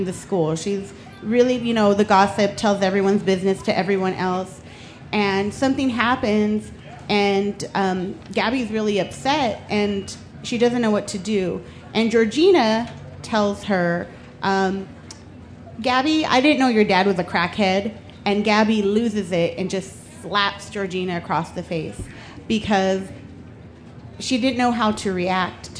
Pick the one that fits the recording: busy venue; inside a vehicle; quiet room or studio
busy venue